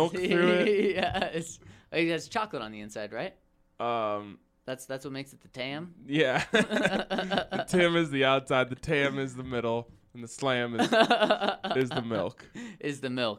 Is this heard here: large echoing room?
no